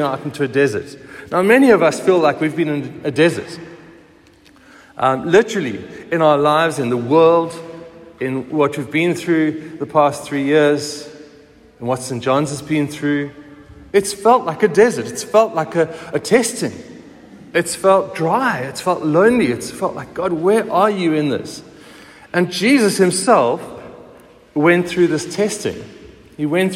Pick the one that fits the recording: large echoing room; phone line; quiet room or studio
large echoing room